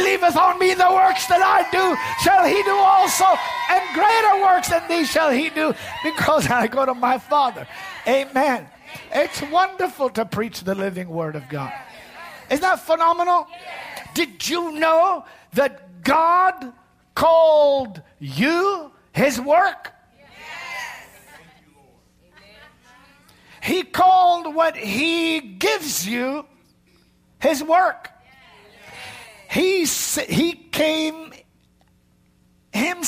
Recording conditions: large echoing room